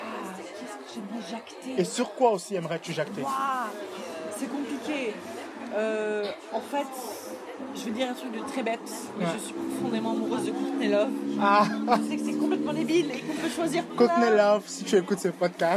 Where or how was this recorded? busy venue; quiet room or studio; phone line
busy venue